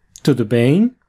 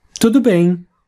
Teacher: we just repeat the greeting with the intonation of a statement · Shown in: second take